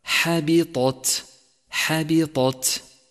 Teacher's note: فرقق الحاء والباء وفخم الطاء وبالغ في ترقيق التاء لكي لا تختلط بالطاء · Term: التفخيم والترقيق